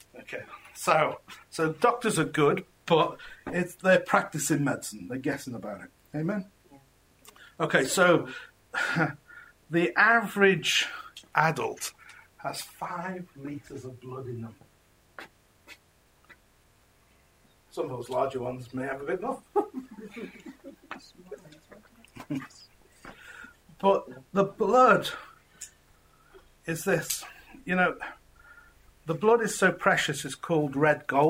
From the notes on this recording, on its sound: This message was preached at Encounter Revival Centre Church in Crewe, England.